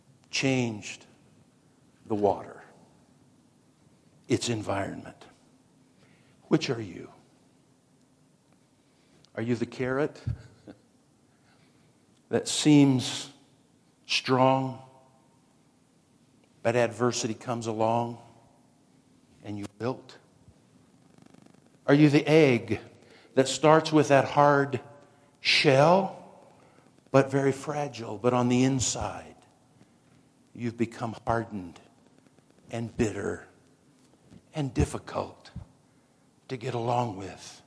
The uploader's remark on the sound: Woodland Life Church Live